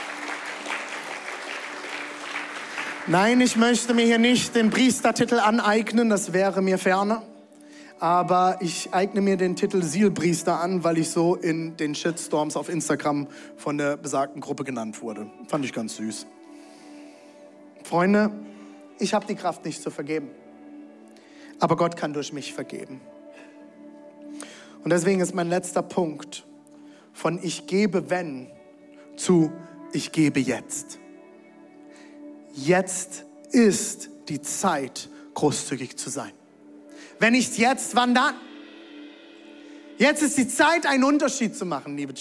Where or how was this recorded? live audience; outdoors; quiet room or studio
live audience